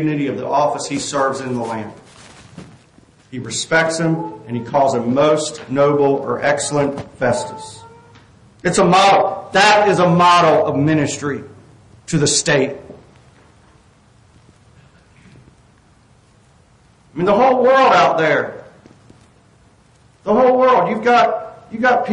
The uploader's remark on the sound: This sermon was preached on November 5, 2023 at Catherine Lake Baptist Church